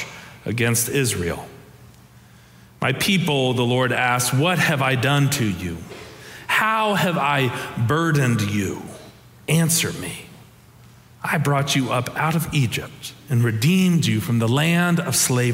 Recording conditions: large echoing room